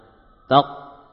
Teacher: pada huruf qaf kita langsung melepaskan pangkal lisan dari langit-langit, ya. Sesaat setelah kita benturkan taq, ya, langsung dilepaskan taq, ya, jangan ditunda, langsung dilepaskan. · Term: qalqalah